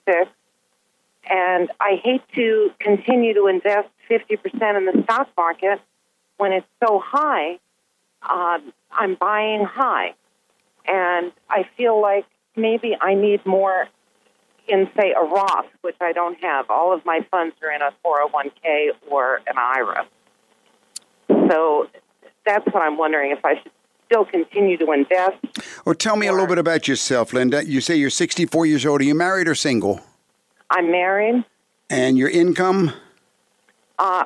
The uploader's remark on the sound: Financial planning call-in show.